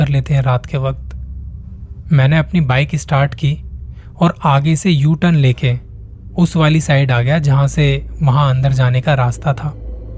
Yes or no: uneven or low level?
no